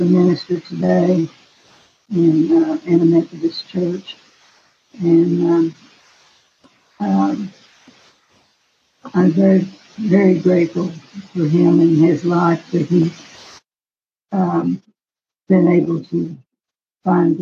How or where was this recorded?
video call